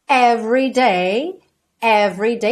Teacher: Aqui não tem jeito, o R é enrolado mesmo. O E do meio ali de every não é pronunciado, tá?